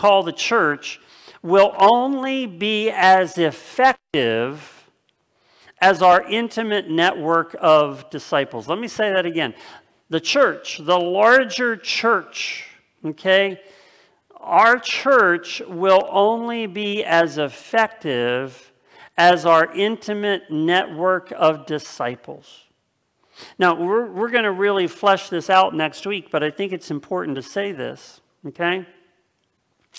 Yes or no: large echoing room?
yes